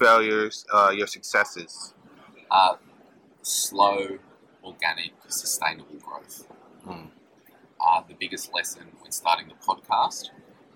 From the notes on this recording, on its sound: This episode was done live at Fincon so you might have a little background noise, but it should be audible.